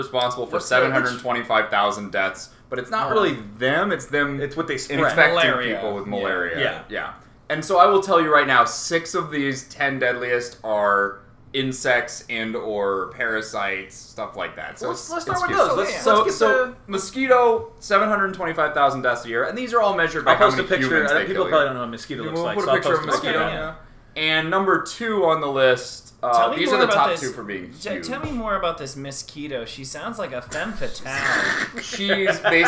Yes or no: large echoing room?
no